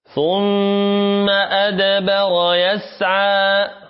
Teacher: عندنا الميم مشددة فيها غنة، قلنا الميم والنون إذا جاءت فيهما شدة وشددتا فهذه قاعدة دائما ما يكون فيه فيهما غنة.